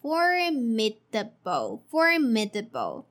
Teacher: notice the stress is in the first part. So in the first part, you should raise your intonation the formidable and then lower it step by step.